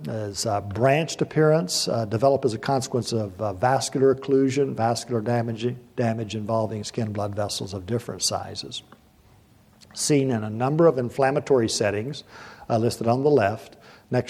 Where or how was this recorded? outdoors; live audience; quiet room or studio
live audience